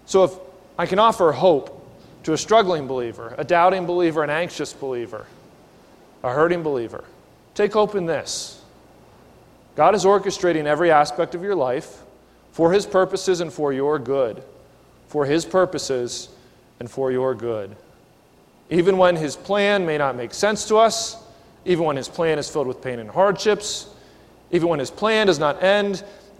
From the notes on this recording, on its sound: This is a sermon recorded at the Lebanon Bib;e Fellowship Church in Lebanon, PA during the evening service on 8/18/19.